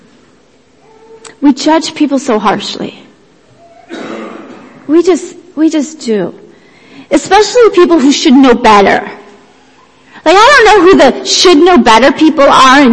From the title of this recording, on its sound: Worship Service - Audio